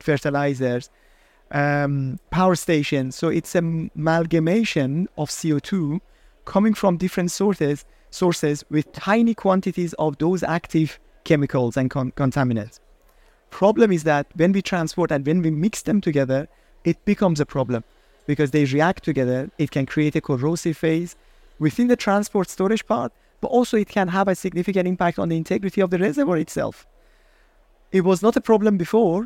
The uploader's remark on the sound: Recorded live at Offshore Europe 2023